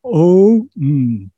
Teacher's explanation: The syllable Om consists of a long vowel, O, and followed by a mute consonant. That's a consonant without a following vowel, M.